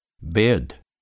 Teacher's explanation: Closer and diphthongized in a central direction